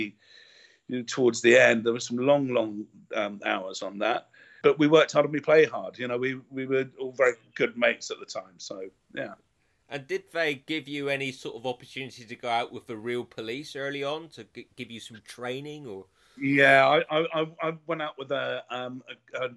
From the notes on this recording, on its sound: Shares his Sun Hill memories via Skype from Australia.